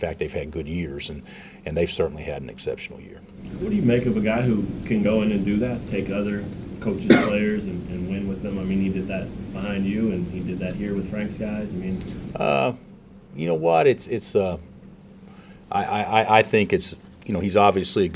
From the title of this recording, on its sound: Press Conferences & Post-Game Interviews